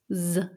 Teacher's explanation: Mit einem stimmhaften S am Anfang